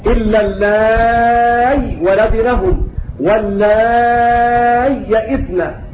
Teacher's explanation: وقد ورد عن البزي عن ابن كثير وعن أبي عمرو البصري وجه آخر، وهو إبدال الهمزة ياء خالصة